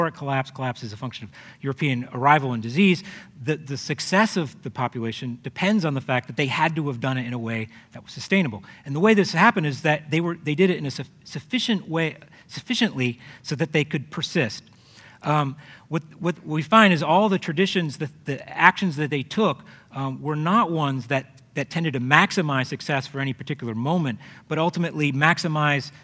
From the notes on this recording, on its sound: The authors present their case live in January’s SALT talk. Was given on January 17, 02013 as part of Long Now's Seminar series.